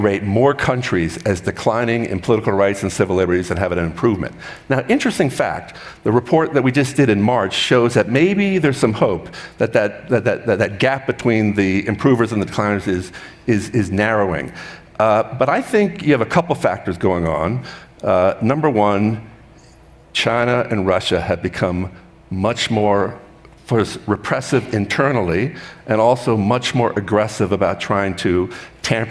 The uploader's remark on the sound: meet on stage at the 2023 Aspen Ideas Festival